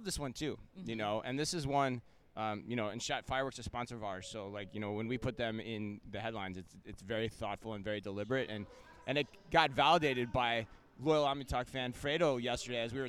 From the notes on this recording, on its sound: Live from Shoptalk Europe in Barcelona.